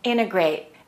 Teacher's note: Most of the time, native speakers do not pronounce the T of the word integrate.